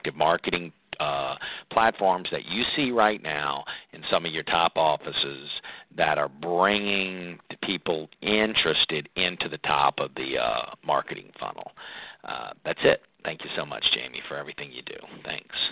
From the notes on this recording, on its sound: we let our advisors call in to "ask us anything"